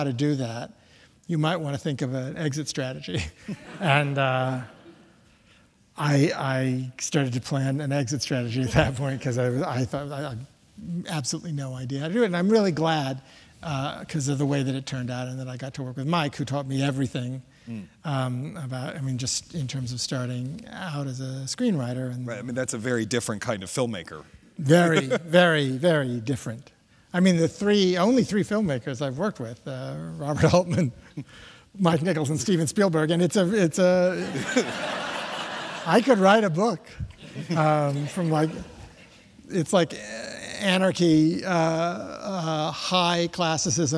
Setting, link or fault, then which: setting, live audience